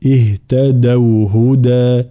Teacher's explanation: حرف الدال حرف شديد وحرف مجهور